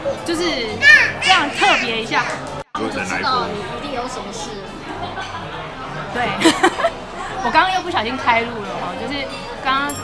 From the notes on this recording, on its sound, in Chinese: 現場有一點吵還請見諒喔!